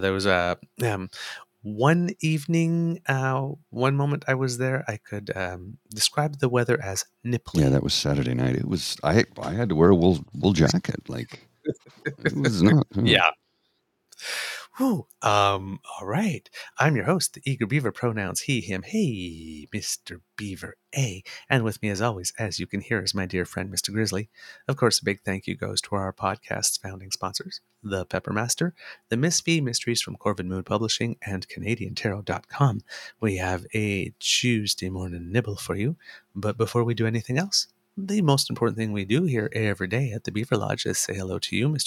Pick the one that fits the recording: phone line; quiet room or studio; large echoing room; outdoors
quiet room or studio